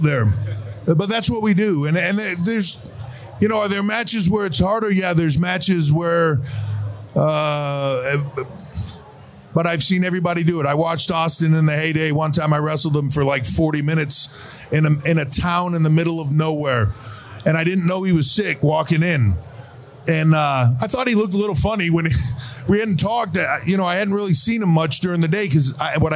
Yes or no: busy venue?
yes